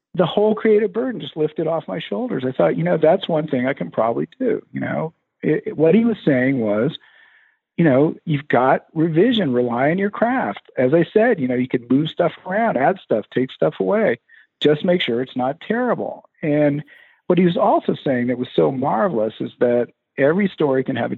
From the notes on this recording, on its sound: Jumped on the phone to talk with me. Joined me by phone, and the interview vastly improves after the first two minutes.